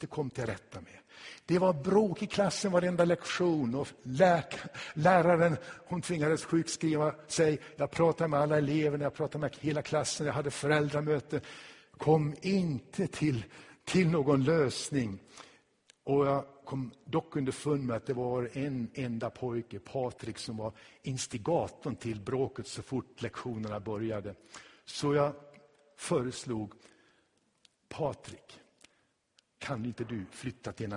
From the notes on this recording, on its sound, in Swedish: Inspelad i Tabernaklet i Göteborg 2016-10-09.